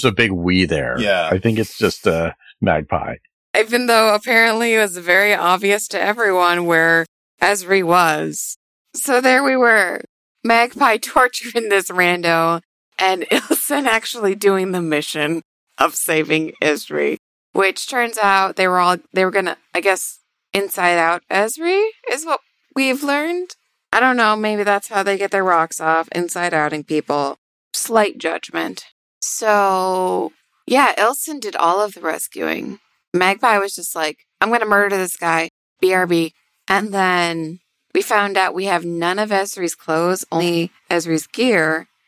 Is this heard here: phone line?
no